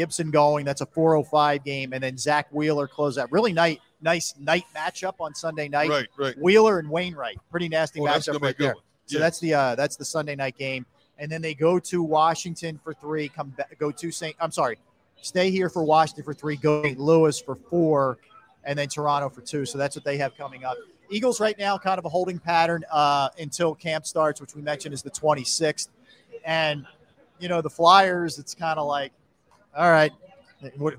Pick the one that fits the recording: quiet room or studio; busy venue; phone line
busy venue